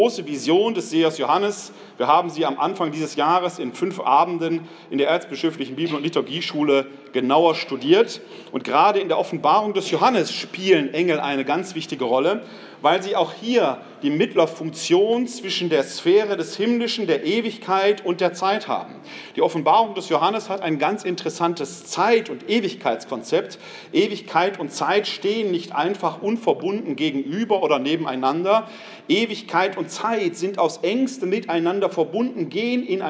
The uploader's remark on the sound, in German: Mitschnitt des Vortrags